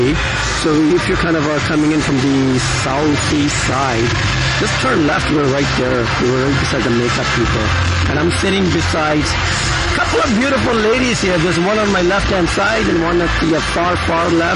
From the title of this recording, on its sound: Modern Bride Show LIVE on Location